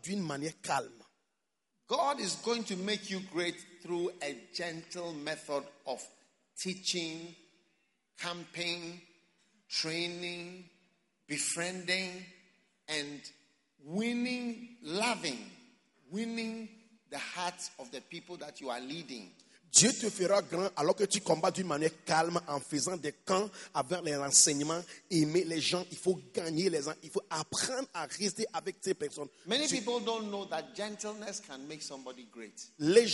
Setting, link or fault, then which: setting, live audience